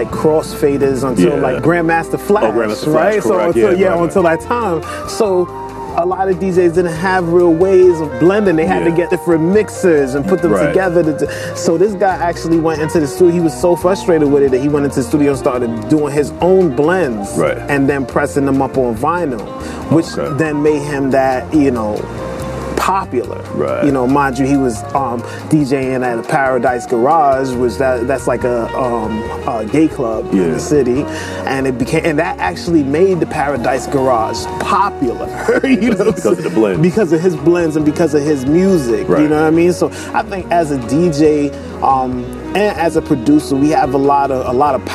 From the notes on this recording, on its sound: Todays show we are outside